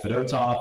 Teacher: you gotta add the accent on the second syllable, not the first syllable